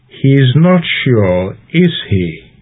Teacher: The tag was said with a falling intonation, which suggests that the speaker is confident about his initial assumption.